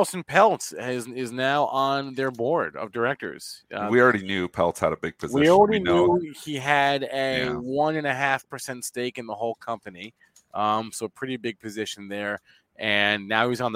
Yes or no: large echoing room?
no